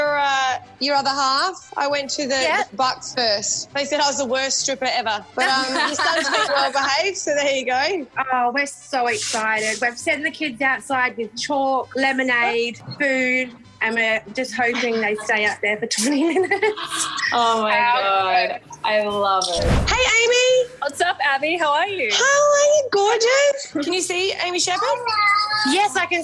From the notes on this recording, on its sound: Buck's and Hen's on Zoom! Via Zoom!